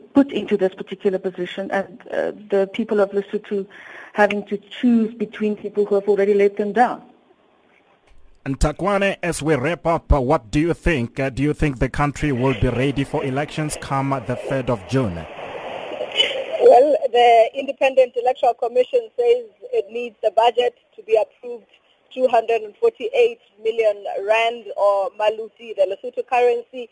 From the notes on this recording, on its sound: We are joined on the line.